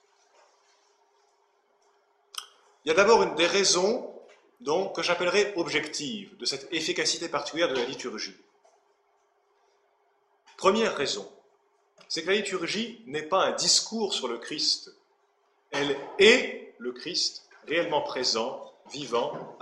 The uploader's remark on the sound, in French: Cette conférence à eu lieu le 24 août 2013 à l'université d'été Academia Christiana.